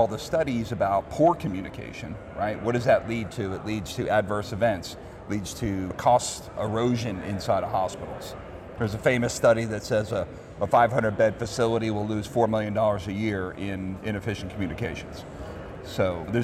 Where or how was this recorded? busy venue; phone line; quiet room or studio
busy venue